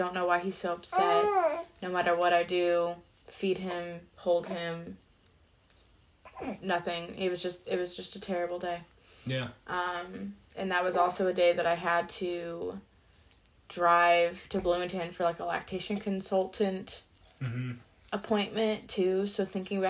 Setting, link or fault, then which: fault, sounds in the background